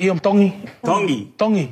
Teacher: You pronounce the T's like a D in the Tongan culture.